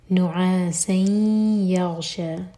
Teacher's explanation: سین کی تنوین کے بعد یا تو ادغام غنہ کے ساتھ تو میک شور کہ ناک میں آواز جائے اور دو سیکنڈس کا ٹائم دیں